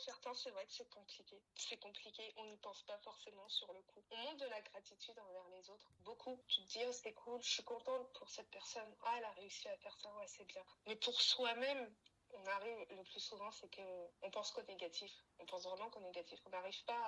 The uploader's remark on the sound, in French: Cet épisode est enregistré par téléphone